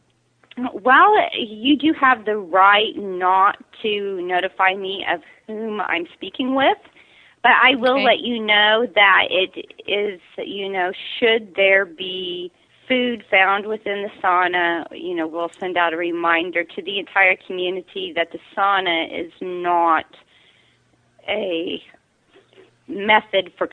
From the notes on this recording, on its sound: Prank Phone Calls Collection